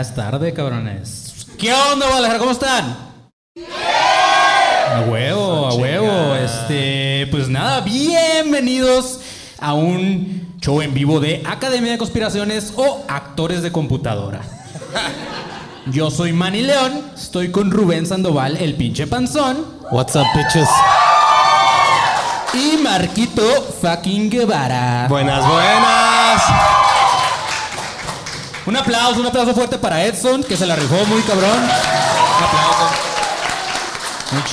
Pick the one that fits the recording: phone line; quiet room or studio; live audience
live audience